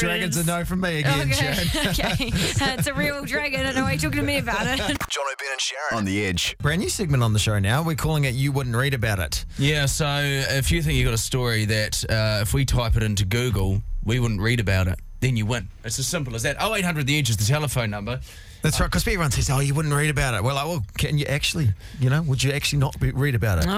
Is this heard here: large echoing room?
no